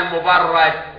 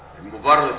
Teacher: المبرد هو محمد ابن يزيد ابو العباس البصري، كان تلميذا عند المازني لمكانته العلمية، لقبه المازني بالمبرد بكسر الراء. الكوفيون فتحوا الراء فقالوا المبرد وليس المبرد · Shown in: first take